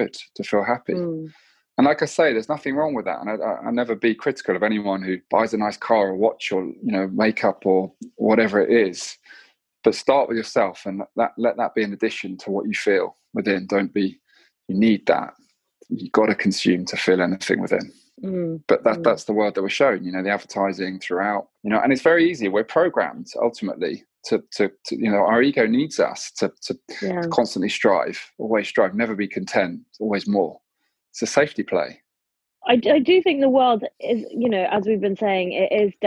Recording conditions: video call